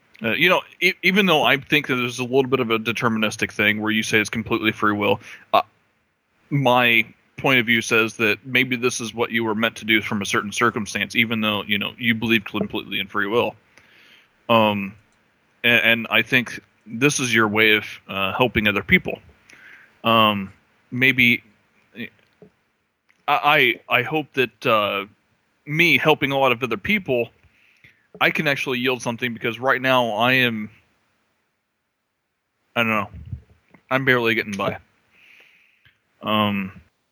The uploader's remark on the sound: Call In Show